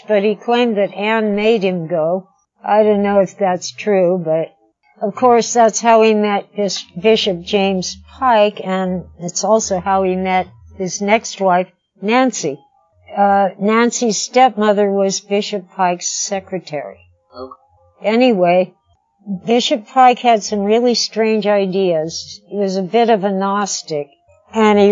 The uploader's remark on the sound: From The Pub. This type of on-the-spot interview was new for us, as was our equipment, so you may have to bear with us through some technical difficulties.